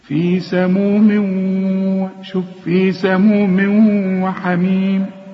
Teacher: في سموم وحميم هنا في غنة، والواو من حروف الإدغام، وكأن الواو عليها الشدة